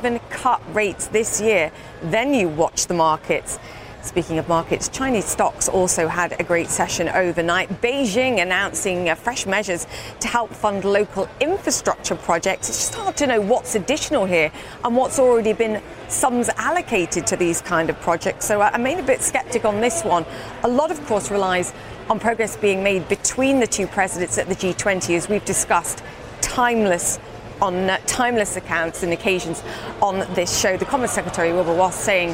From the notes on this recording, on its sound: live from the New York Stock Exchange